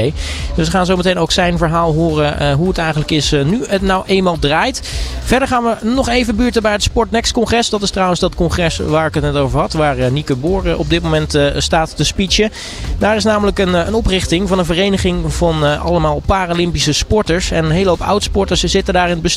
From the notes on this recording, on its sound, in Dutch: Uniek Sporten Vandaag was deze aflevering live vanuit Rotterdam Ahoy. Deze aflevering was namelijk tijdens de European Para Championships in Rotterdam.